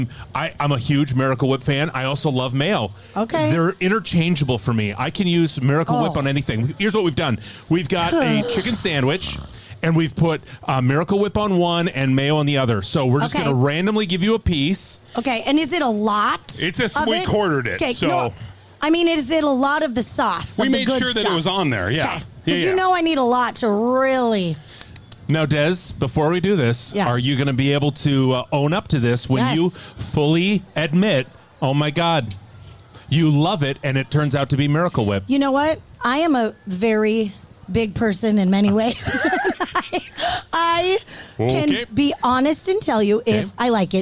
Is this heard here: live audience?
yes